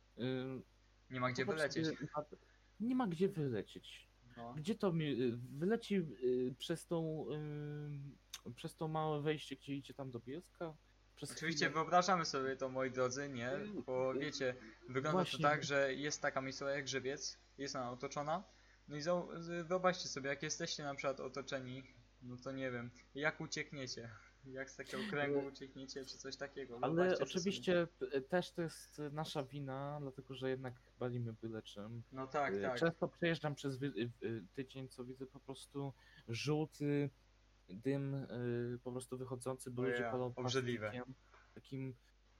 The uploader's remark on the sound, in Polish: Ze względu na to, że jest to nasz pierwszy podcast, przepraszamy za różne problemy z dźwiękiem.